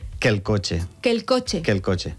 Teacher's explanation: són dos vocals que són iguals. Aleshores, ens mengem una. Dos E. Dos E.